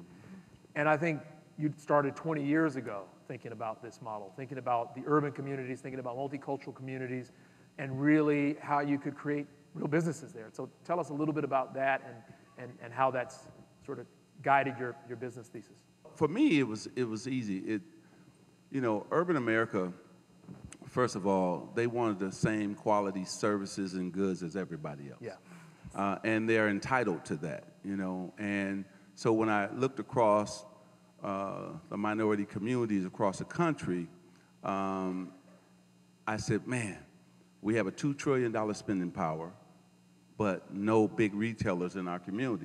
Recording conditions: live audience